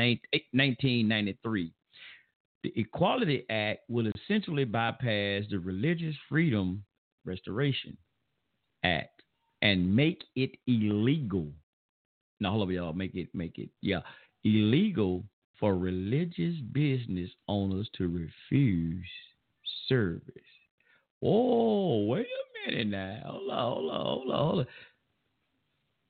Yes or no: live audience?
no